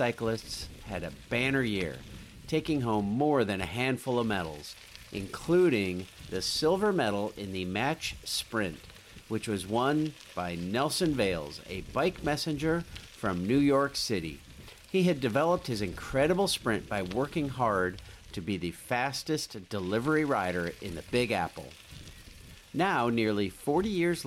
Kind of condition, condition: setting, outdoors